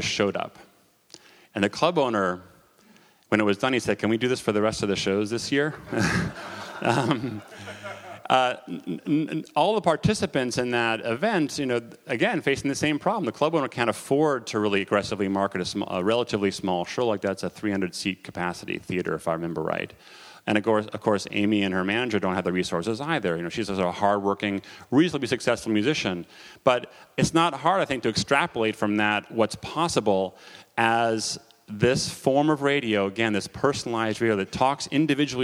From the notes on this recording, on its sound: Recordings of the panels at the SF MusicTech Summit on September 12, 2011 at the Hotel Kabuki in San Francisco.